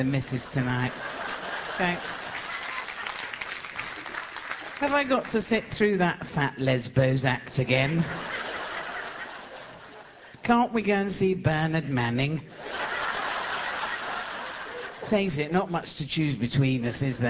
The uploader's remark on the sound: Recorded on tour